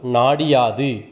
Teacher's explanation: இந்த நிலைமொழியோடு வறுமொழி யாது என்கின்ற சொல் புணர்ந்தால் நாடு கூட்டல் யாது நாடியாது அந்த நிலைமொழியில் இறுதியில் உள்ள உகரம் இகரமாக திரிகிறது நாடு என்பது நாடி என்று திரிகிறது நாடியாது என்று வருகின்றது அவ்வாறு வருகின்ற பொழுது · உகரம் நாடு என்கின்ற சொல்லில் உள்ள உகரம் இகரமாக திரிந்து நாடு நாடியாக மாறுகிறது அந்த இகரம் தனக்குரிய ஒரு மாத்திரையிலிருந்து குறைந்து அரை மாத்திரையாக ஒலிக்கிறது · Term: குற்றியல் இகரம்